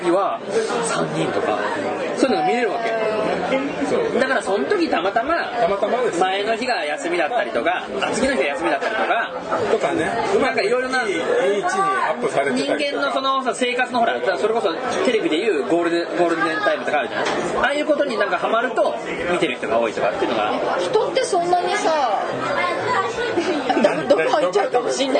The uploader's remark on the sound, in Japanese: 前回に引き続き居酒屋収録です。